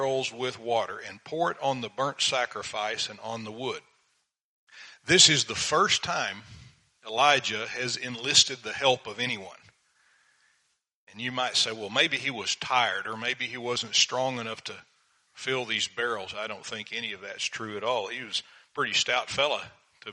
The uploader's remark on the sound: The first few minutes are not complete due to technical issues.